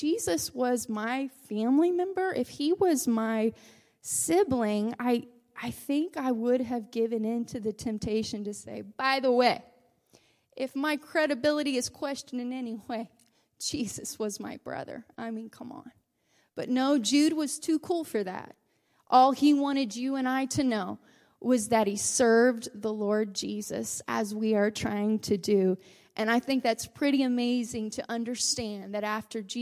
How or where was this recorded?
large echoing room